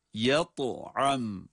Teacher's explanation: da harfinde kalkale sıfatı sebebiyle cezimli okunduğu için kalkale okuyoruz, kalkale yapıyoruz